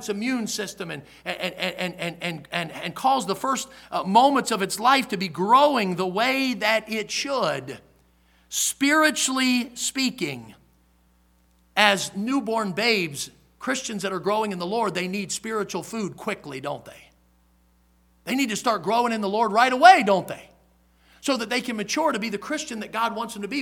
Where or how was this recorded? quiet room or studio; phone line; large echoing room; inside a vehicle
large echoing room